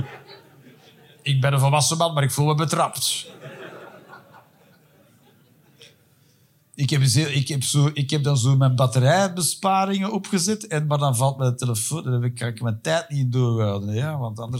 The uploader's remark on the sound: Live 19 September 2023, Kavka, Antwerpen.